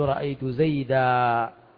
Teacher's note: إلا أنك في الوقف ما تنون فتحذف التنوين والألف نائبة عن هذا التنوين